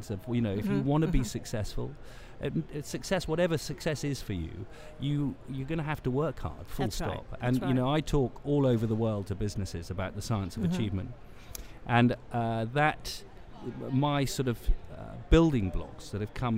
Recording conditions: busy venue